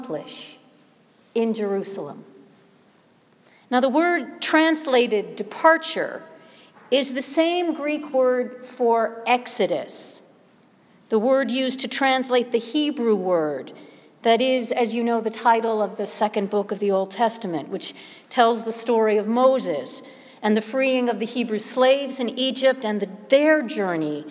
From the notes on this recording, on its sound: Sermon preached at All Saints Episcopal Church, Chevy Chase Maryland on the Second Sunday of Lent, 2016.